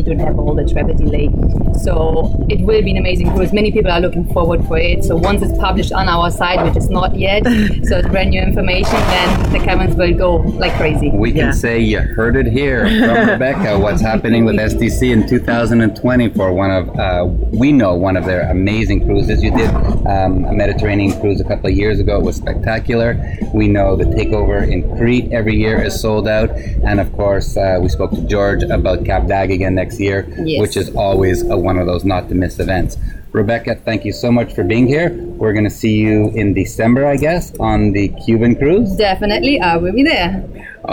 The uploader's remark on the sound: On location from the naked city in the south of France, get a firsthand view of swinging in Europe as we broadcast from Hotel Le Jardin d’Eden with SDC’s amazing group of open minded couples from all over the world.